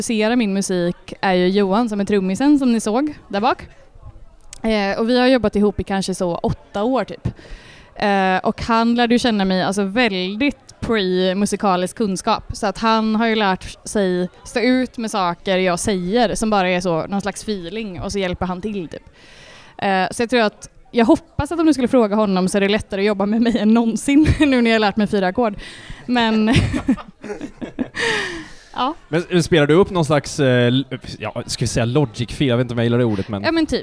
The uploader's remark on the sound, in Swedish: från spelningen på K103 Off The Record på Oceanen den 1:a september 2022